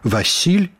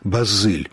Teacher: Рымляне пазычылі ў грэкаў форму «есус», а ў лаціне гук «с» паміж галоснымі вымаўляўся як «з» · Shown in: second take